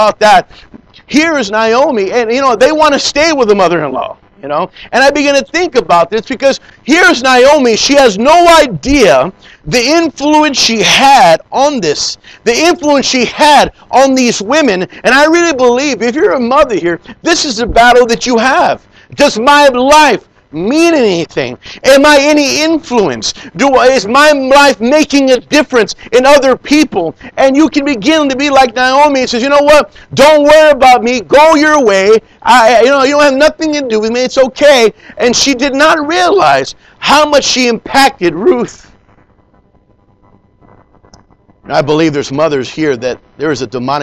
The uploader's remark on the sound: Preached in Leon Valley Church San Antonio,TX